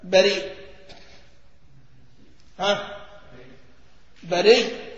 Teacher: انا سأدغم الياء في الياء